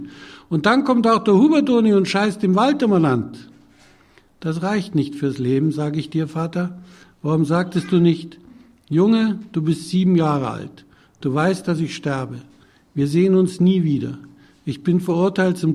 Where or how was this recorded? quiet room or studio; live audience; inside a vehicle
live audience